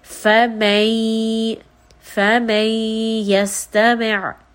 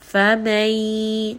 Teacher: So now you can hear that noon sound is merging into the ya. Fa may. And you can hear it's going up into the nose. · Term: ghunna